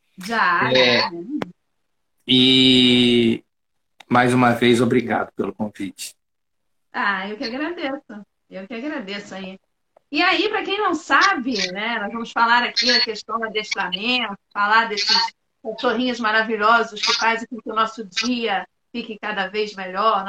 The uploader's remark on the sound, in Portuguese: Áudio da Live feita no Instagram